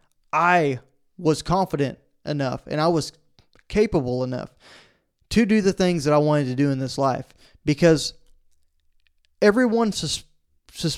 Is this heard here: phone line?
no